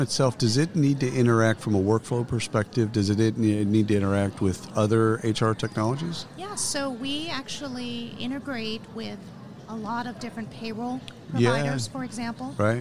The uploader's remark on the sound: Live from SHRM 2022.